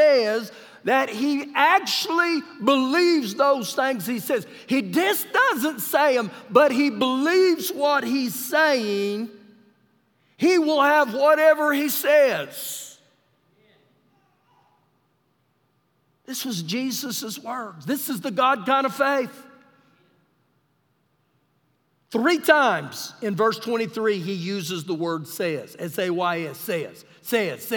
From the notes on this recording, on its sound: Recorded live during our Wednesday night service